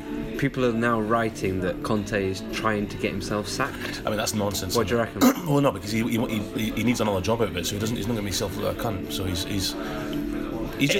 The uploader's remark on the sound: We have to move pubs half way through recording... Mainly due to the pub closing for a function but also due to the noise around us. We had to edit out a whole section due to one man eating a packet of crisps!